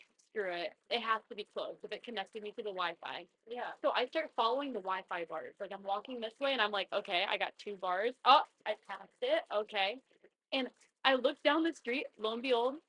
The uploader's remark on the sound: Sorry about the audio being shit, I think there is something wrong with my mic.